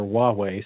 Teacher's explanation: Now we don't hear the H, we just hear Huawei. So I think Americans would spell that thinking there's a W there, but there's not, it's an H, H-U-A.